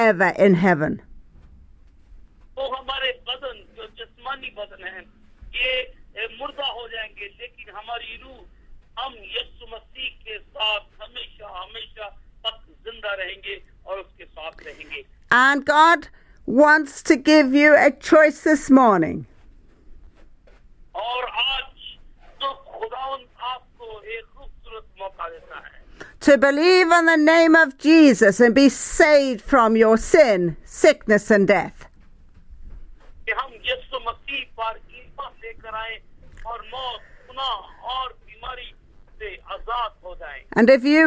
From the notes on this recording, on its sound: Speaking via phone to group in Pakistan.